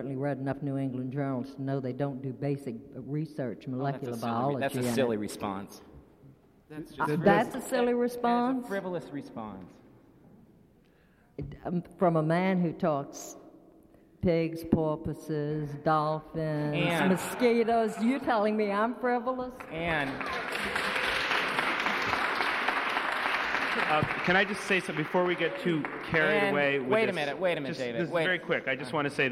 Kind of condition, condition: setting, live audience